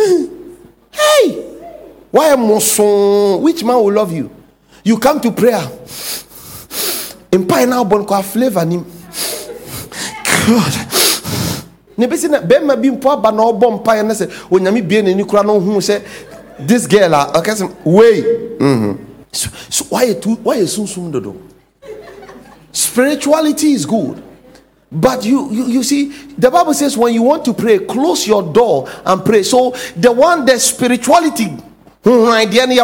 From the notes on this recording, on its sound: sermon series preached at The Faithlife Church, Ghana-Tema Community 3 Site